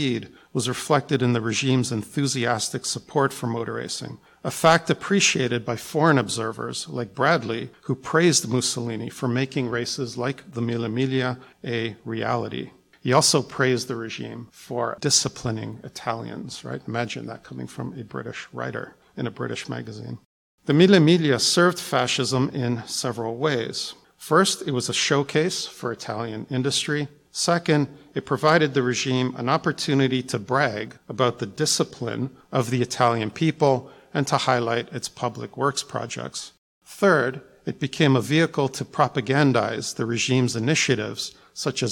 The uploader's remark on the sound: was recorded in front of a live studio audience